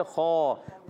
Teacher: حرف مستعلیہ میں سے، موٹا پڑھیں گے اور الف بھی موٹا ہو جائے، خواب، واو ہونٹوں کی گولائی سے، یا کے نیچے یا پر زبر، واو کے نیچے زیر، حرکات کو بغیر کھینچے ادا کریں گے۔